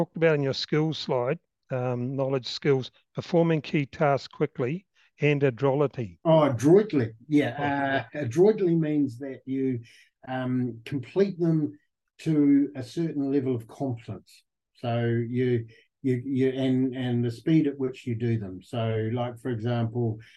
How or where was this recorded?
video call